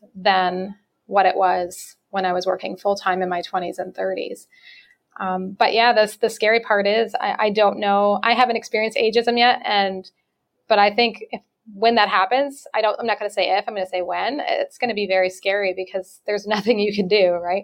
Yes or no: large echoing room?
no